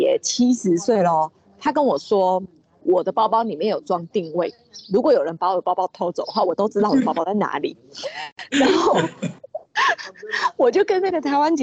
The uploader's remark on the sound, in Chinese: 本集於住宿公共空間進行錄音，故會出現些許背景音，若影響收聽品質請見諒!